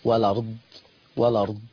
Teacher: هيبقى عندي النقل لورش عن نافع فتبقى لما مفتوحة